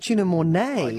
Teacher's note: you were saying tuna mornay with the emphasis on the second syllable